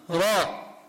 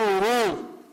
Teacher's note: الراء لها أوجه، في حال تكون مفخمة وفي حال تكون مرققة. فلما يقول راء يفخم الراء لأنها مفتوحة فيضم فمه راء، وكذلك عند الضم يقول رو، أما عند الكسر يقول ري، يفتح فمه.